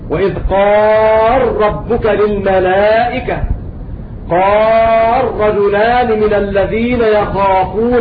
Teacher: فأضغمت اللام في الراء وهي مفتوحة بعد ساكن